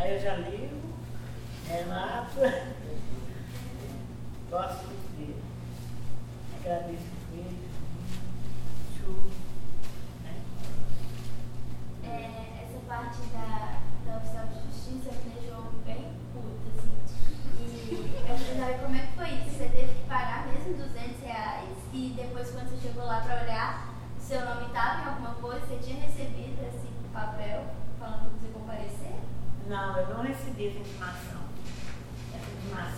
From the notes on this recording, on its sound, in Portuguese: Tivemos problemas com a captura desse áudio.